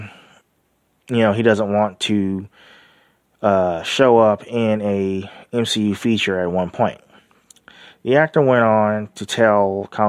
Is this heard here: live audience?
no